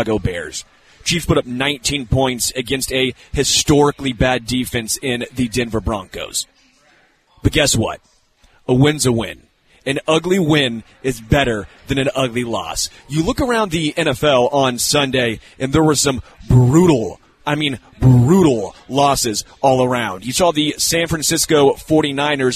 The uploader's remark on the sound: LIVE from Hollywood Casino!